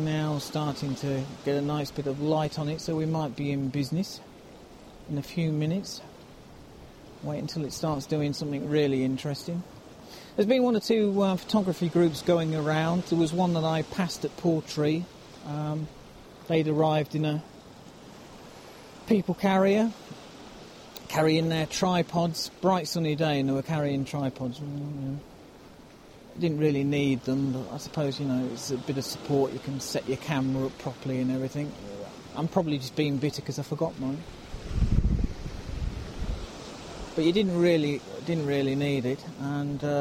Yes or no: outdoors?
yes